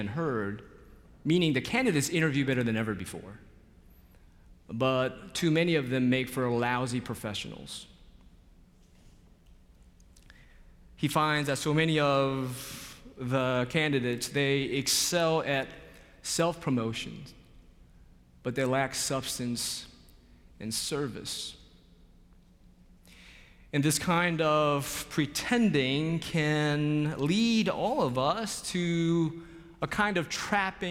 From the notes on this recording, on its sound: Ash Wednesday Worship at Myers Park. Live from Myers Park United Methodist Church in Charlotte, North Carolina.